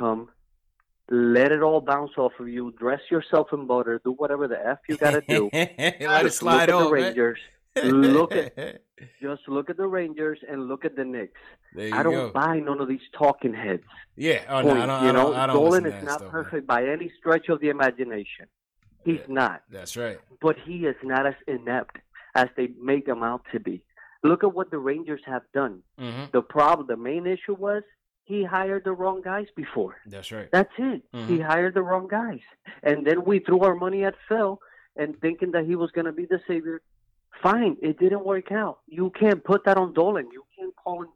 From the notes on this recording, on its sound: take live phone calls from fans around the world